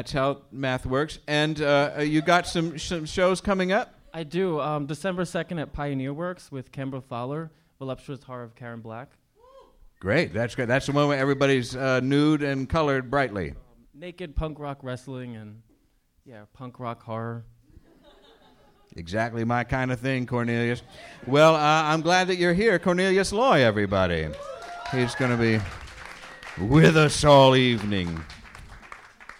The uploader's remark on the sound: first live show of the season